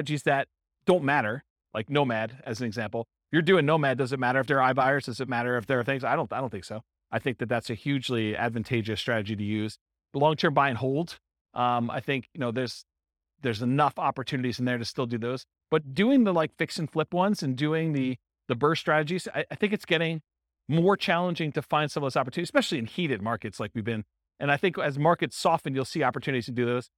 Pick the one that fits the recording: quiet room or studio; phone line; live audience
live audience